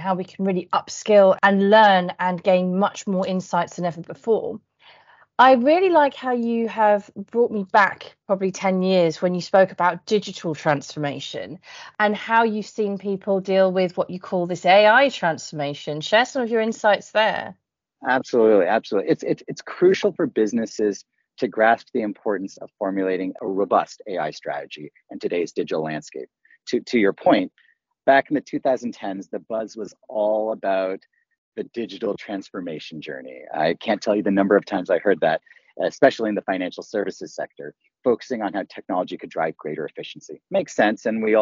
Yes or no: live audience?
no